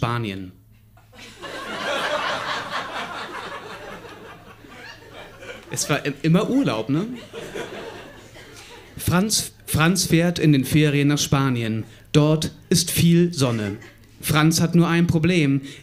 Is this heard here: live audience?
yes